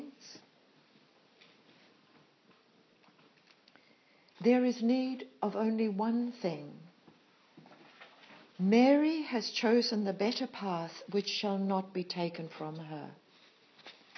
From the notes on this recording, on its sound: Live recording of retreat talk. At Mana Retreat Centre, NZ.